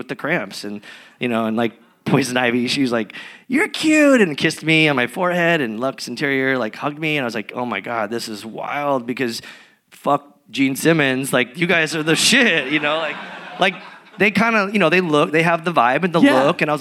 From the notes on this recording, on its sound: (LIVE EPISODE). Recorded in Los Angeles in front of an audience at Braindead Studios.